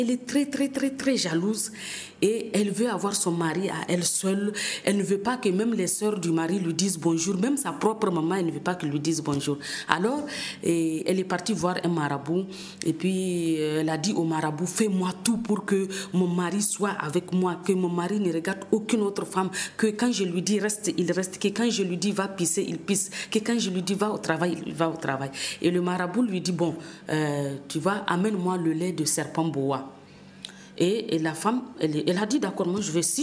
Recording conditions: busy venue